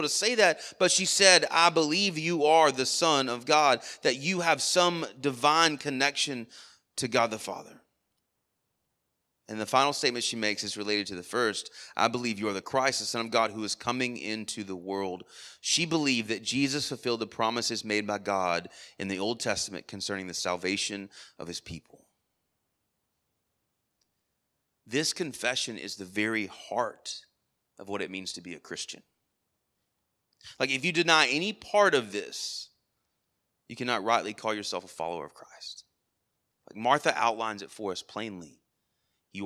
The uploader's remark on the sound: Sermon Audio from our Worship service